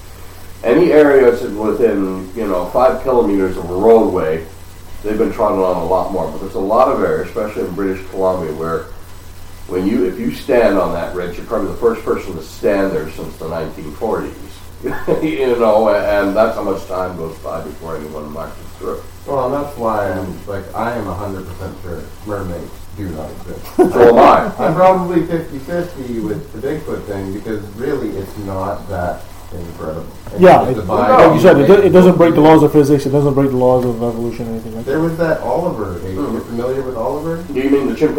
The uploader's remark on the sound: We had some mic issues, audio is less than optimal.